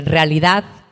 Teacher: si vamos así muy deprisa, decimos, hombre, en realidad, y, nos comemos la E